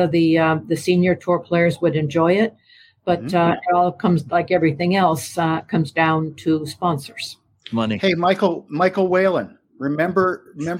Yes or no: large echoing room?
no